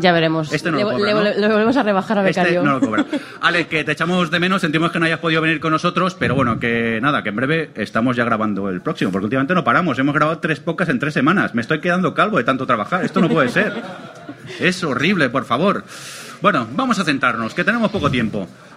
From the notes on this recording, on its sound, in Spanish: tuvimos la oportunidad de hacer en directo con público, nuestro Tercer Especial Telebasura desde las Decimas Jornadas de Podcasting , que se celebraron en Zaragoza